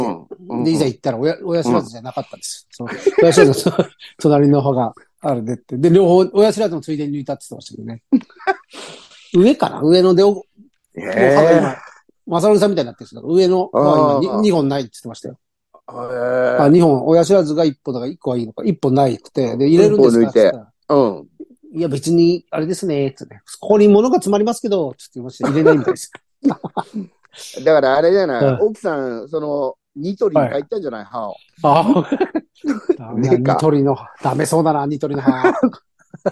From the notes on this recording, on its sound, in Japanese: ZOOMで収録